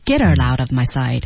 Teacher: get her 那个 t 和 her 之间是有连读的，her 第一个字母 h 不发音，然后 get her 连起来